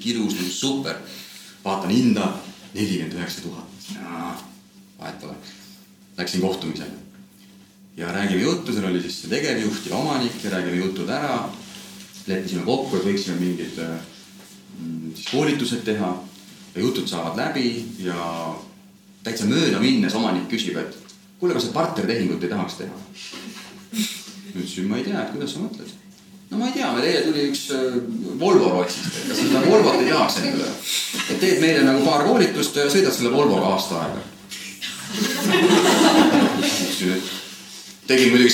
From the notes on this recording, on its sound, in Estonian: Seekordne saade on salvestus meie järjekorras teiselt live-podcastilt.